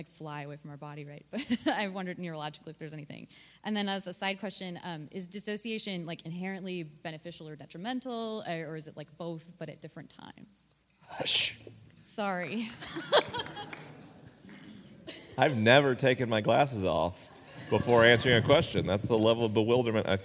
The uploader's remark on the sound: This week is a live episode: the questions are unscreened and the answers are unrehearsed.